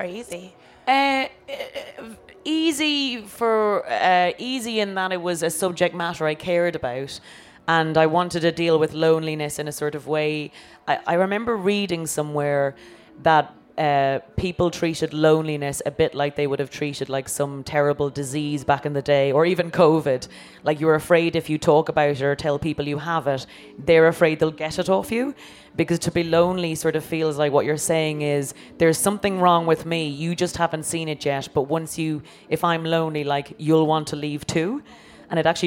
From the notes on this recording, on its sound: Live at Latitude. In a special episode in front of a live audience at Latitude Festival.